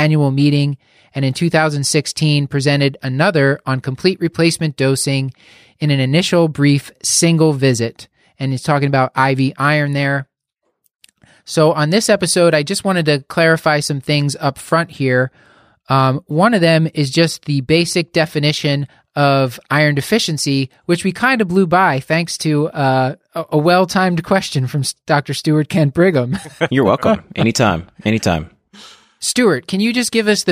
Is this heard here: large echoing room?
no